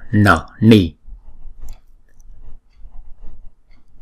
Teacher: Còn cái chữ N có dấu nặng này nè, chúng ta đọc cong lưỡi lại và búng ra